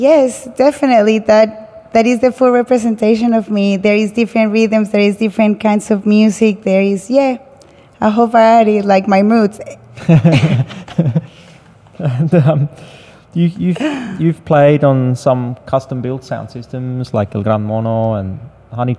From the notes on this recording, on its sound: Live conversation in the gallery focused on DJ culture and vinyl record digging/collecting by Sydney-based Colombian-born DJs/selectors.